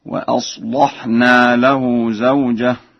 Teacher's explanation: وأما قوله تعالى: فاستجبنا له ووهبنا له يحيى وأصلحنا له زوجة، فقرأ ورش وأصلحنا بتغليظ اللام هكذا